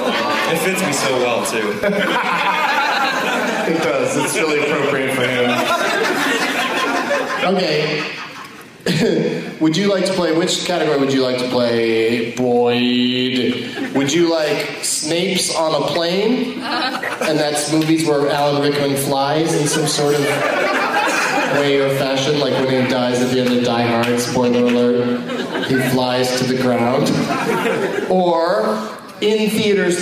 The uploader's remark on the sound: against audience members at two shows at the Funny Bone in Toledo, OH